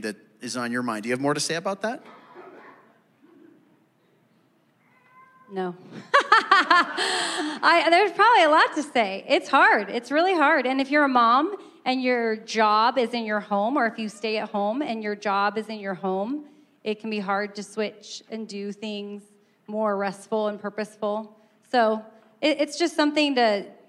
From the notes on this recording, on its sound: Answer live audience questions during the Thrive Marriage Ministry gathering at Compass Bible Church.